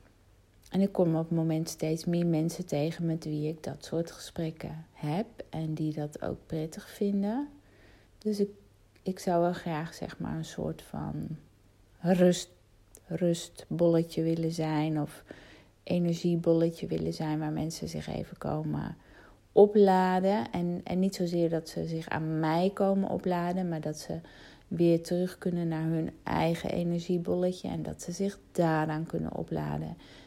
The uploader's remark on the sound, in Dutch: Al scrollend in mijn telefoon, vond ik een audio bericht uit 2018.